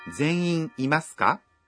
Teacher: Essa sentença precisa ser dita com uma entonação ascendente.